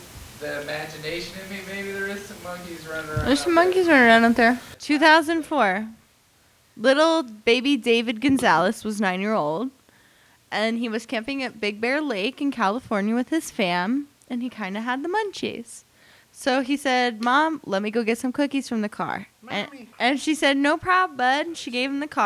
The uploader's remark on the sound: REALLY BAD AUDIO ALERT. We did have some audio issues this week but have resolved them and expect it to be loud and clear for y'all going forward.